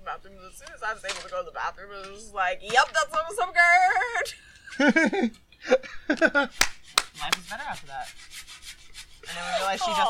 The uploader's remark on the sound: Recorded outdoors.